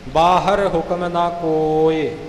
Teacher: ਹੋੜੇ ਨੂੰ ਲਮਕਾਇਆ ਜਾਵੇਗਾ, ਈੜੀ ਦੀ ਆਵਾਜ਼ ਜਿਹੜੀ ਸਿਹਾਰੀ ਦੀ ਹੈ ਉਹ ਹੋੜੇ ਨਾਲੋਂ ਅੱਧੀ ਰਹੇਗੀ